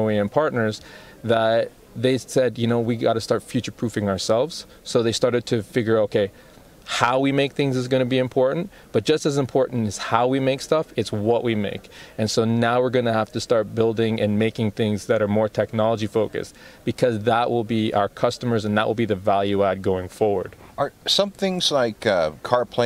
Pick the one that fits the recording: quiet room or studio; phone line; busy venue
busy venue